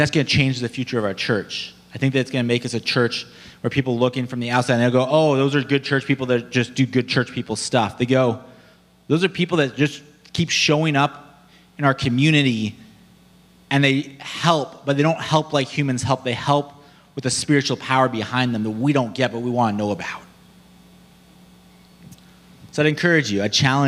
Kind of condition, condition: setting, large echoing room